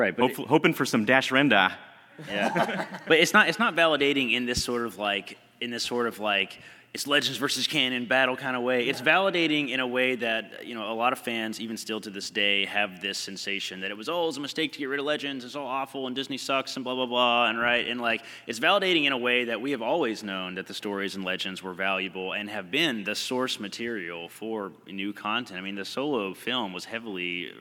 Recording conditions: live audience